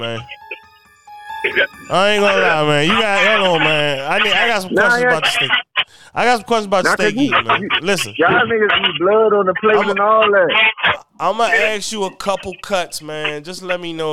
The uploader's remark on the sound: This is an impromptu amazing episode. A little hard to listen to based on audio quality but bear with it.